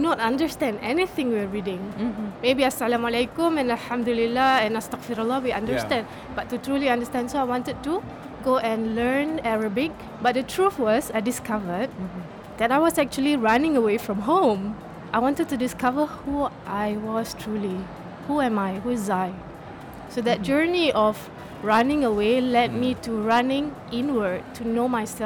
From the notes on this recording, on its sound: Live interview from SIBF 2022